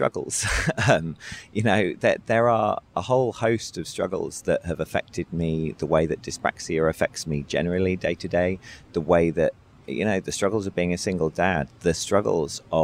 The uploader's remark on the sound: At the Agile2018 Conference in San Diego, CA. Decided to record this podcast outside. Pardon the wind and other city noises that we picked up during the conversation.